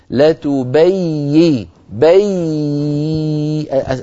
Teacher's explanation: الياء صوتها لا ينقطع، لما؟ لأنها حرف رخو